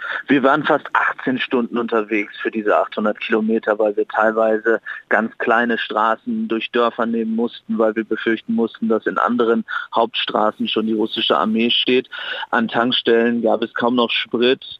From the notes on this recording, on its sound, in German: Ist aus Kiew für KOSCHWITZ ZUM WOCHENENDE zugeschaltet. Live aus Kiew.